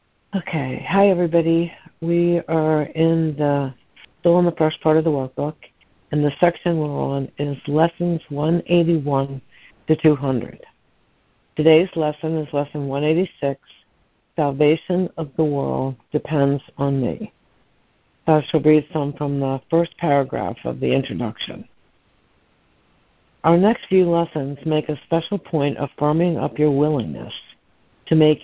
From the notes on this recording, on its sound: ACIM Daily Conference Call